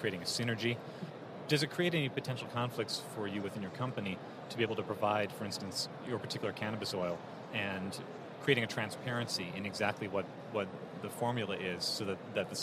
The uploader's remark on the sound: From the floors of the A4M Conference in Las Vegas